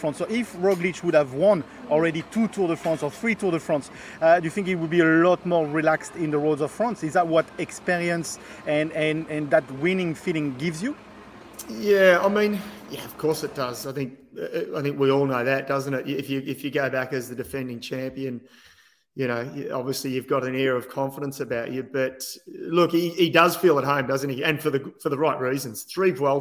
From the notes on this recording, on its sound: live from the start in Bilbao